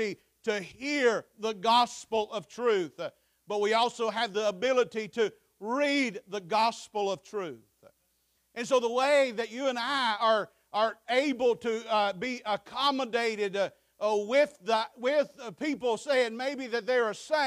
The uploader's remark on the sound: Preached at Faith Baptist 9/3/23